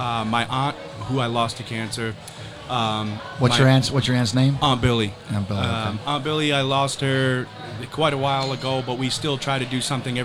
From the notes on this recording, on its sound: Join us in this episode recorded at the Live Real Men Wear Pink Charity Event at Cavo Lounge in Naples Florida.